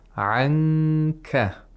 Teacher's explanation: Nun is not pronounced from its place of articulation. Instead, you could place the tongue in the place of articulation of kaf, or you could approximate the place of articulation of kaf. · Term: ikhfa of nun sakina